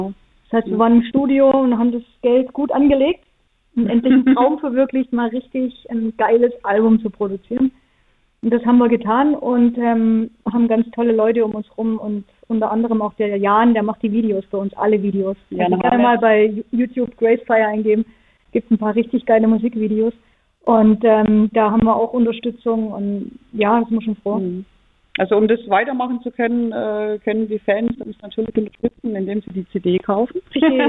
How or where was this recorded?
phone line